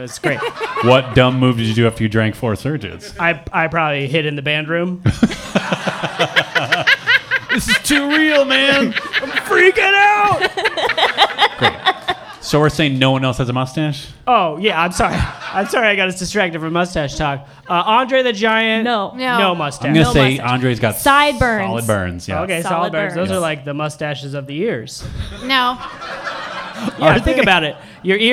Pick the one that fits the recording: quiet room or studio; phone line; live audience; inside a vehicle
live audience